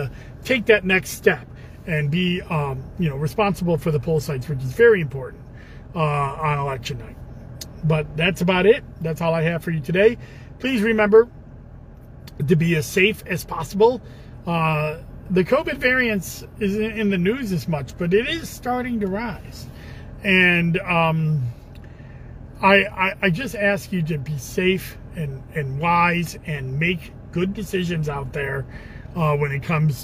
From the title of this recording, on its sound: in the car